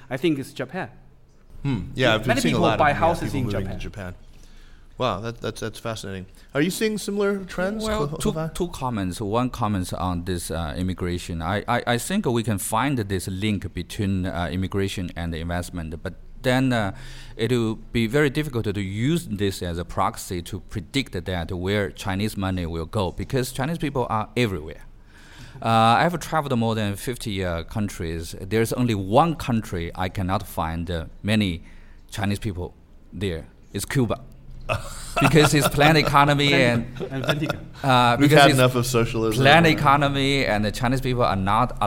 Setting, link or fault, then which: setting, busy venue